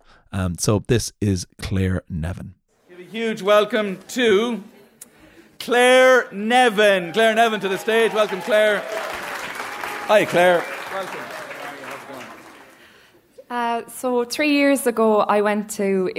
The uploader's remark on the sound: stories recorded onstage at The Dublin Story Slam